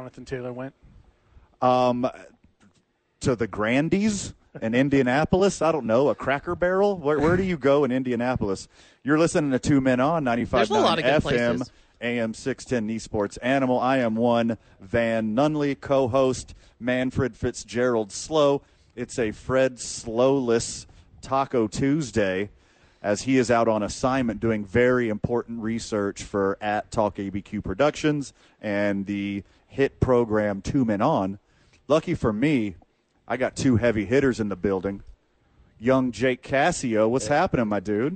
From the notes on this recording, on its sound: live from The Duke's Store